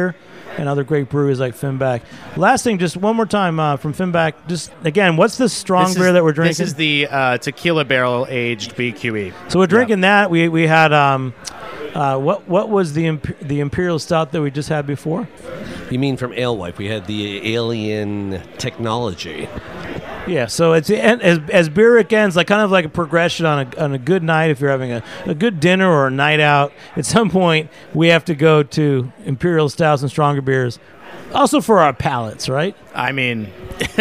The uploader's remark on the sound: Recorded during NYC Beer Week 2019 at Brooklyn craft beer stronghold The Gate.